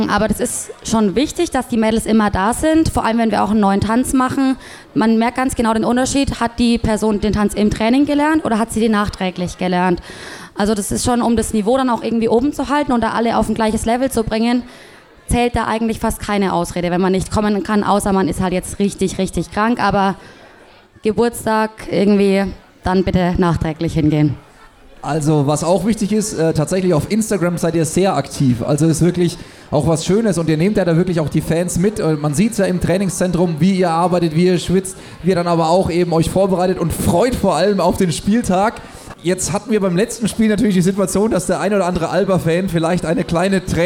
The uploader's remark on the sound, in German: LIVE aus dem Kullman's Grill & Diner am 22.10.2019!